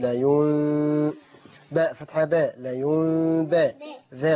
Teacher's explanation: نون ساكنة منقلبة ميما مخفية بغنة حركتين